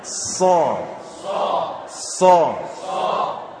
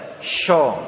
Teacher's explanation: Kita baca dengan menaikkan lidah bagian belakang kita. · Shown in: first take · Term: huruf sod